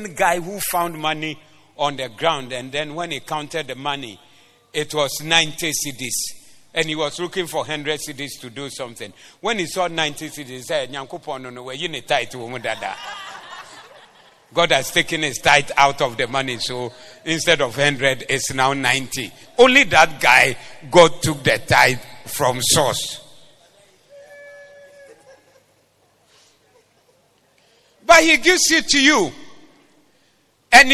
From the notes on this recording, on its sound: Preached at the Zeloo Service.